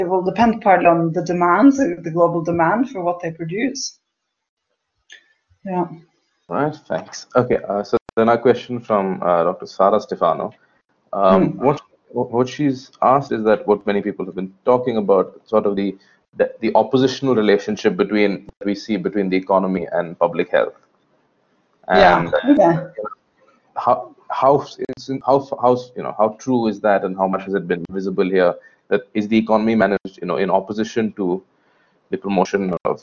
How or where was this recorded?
video call